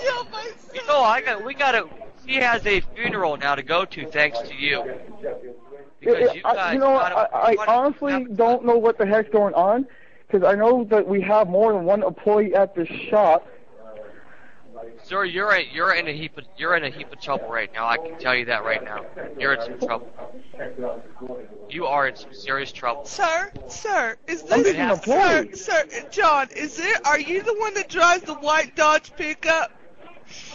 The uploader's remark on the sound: RBCP's Personal Prank Phone Calls Collection